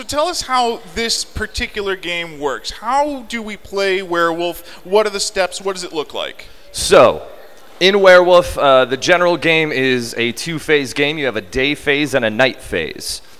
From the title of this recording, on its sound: LIVE at Indy POP Con 2018